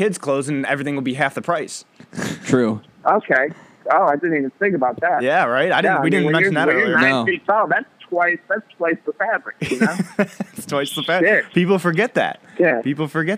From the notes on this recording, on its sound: When we Phone-A-Friend.